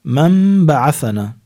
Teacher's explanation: من بعثنا، نون ساكنة وبعد الباء، في عنا حكم اسمه إقلاب، تقلب النون الساكنة والتنوين ميما عند الباء